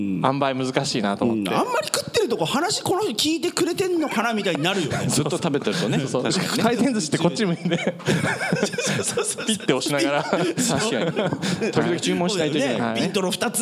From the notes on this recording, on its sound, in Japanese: 東京・東銀座Another One+にて行われた公開収録。